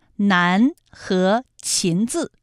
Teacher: 答案是南和秦字，它们的韵母分别是安和音。 · Term: 前鼻音